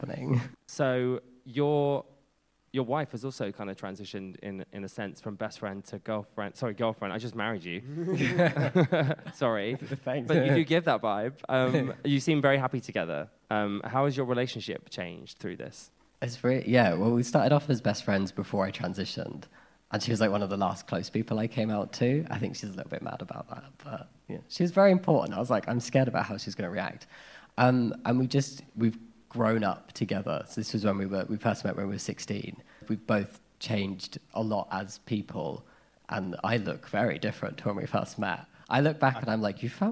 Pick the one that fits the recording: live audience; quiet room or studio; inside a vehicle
live audience